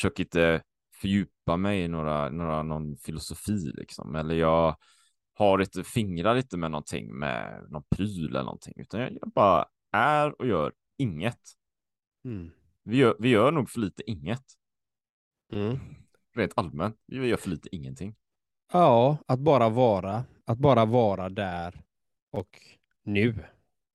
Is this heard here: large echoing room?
no